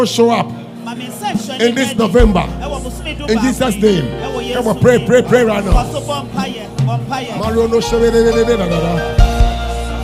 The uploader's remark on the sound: Preached At LCC Goshen